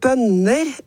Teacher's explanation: det skrives med to N-er, og det er tonem 2